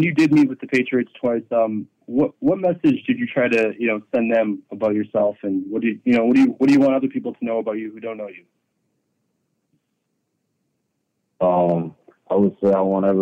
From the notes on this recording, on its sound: addresses the media during his conference call